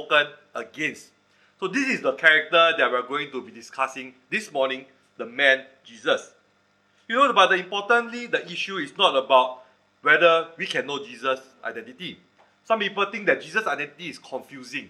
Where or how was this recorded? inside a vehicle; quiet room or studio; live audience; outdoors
live audience